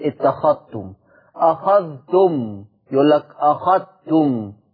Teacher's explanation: يضغم الذال الساكنة في التاء المتحركة من كلمة اتخذتم ومشتقاتها